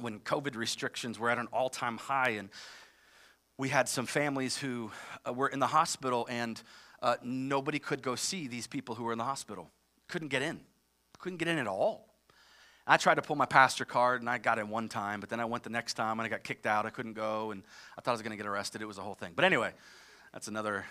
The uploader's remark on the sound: live from Covenant Church!